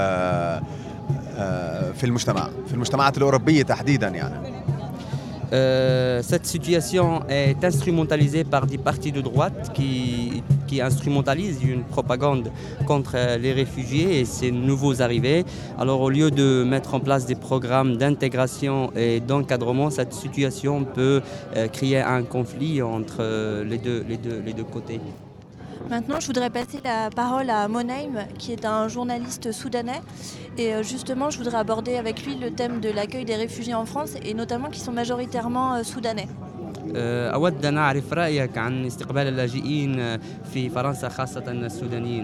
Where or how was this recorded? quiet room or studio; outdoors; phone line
outdoors